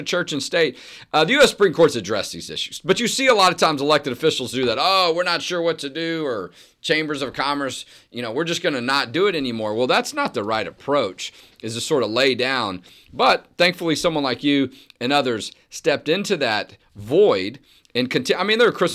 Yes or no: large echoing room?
no